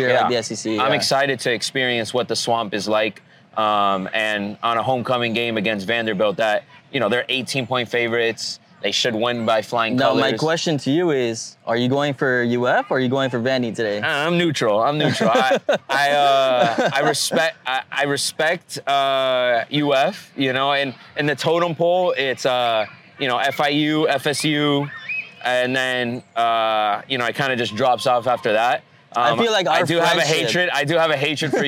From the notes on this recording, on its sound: Takes on the Swamp for its first ever LIVE experience capturing Gator Growl in Gainesville, FL. Sit live in the middle of the Gator Growl Tailgate Experience.